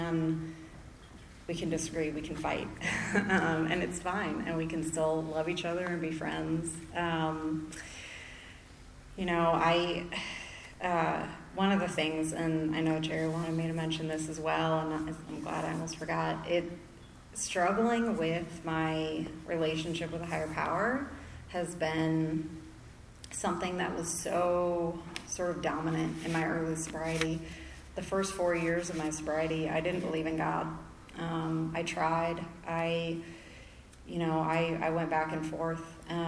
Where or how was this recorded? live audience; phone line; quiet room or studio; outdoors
live audience